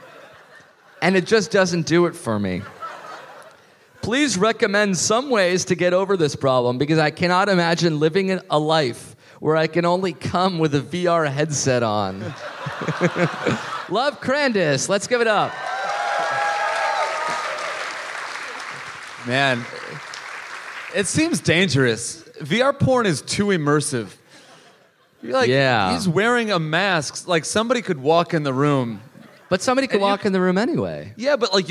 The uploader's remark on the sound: Live in Melbourne!